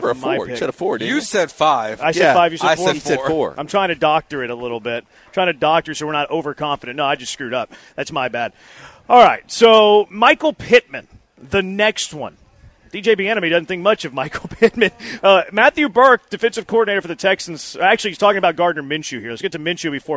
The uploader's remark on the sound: LIVE from East River 9!